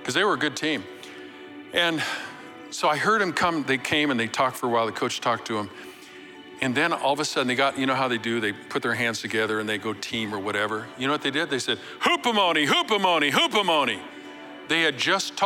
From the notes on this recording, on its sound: Recorded live at Capital Church in Meridian, Idaho